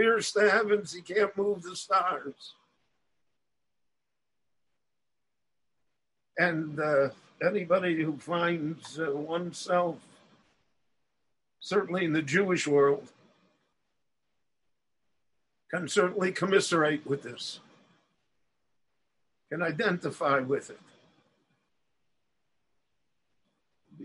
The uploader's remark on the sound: The following lecture was delivered LIVE in Jerusalem via Zoom